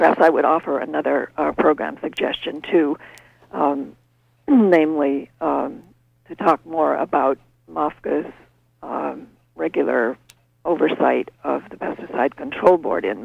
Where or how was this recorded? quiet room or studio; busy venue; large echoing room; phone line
phone line